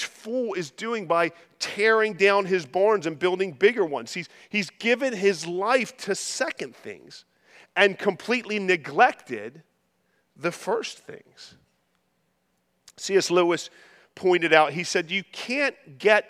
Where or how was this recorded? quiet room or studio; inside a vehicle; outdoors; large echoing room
large echoing room